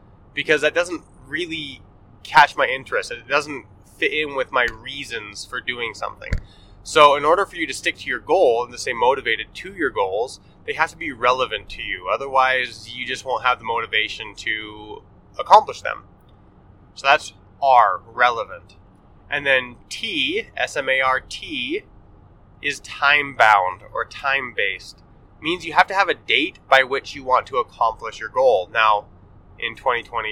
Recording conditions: inside a vehicle